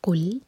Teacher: قاف دومہ کے لیے ہمارے ہوٹ کول ہوں گے، جب لام ساکن پر پہنچیں تو ہوٹوں کو فلیٹ کر لیں